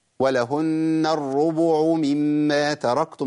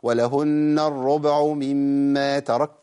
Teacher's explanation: الباء أنت كده قلقلتها، وحتى ما ملتهاش للضم، ده أنت إيه سكنتها وملتها للفتح · Shown in: second take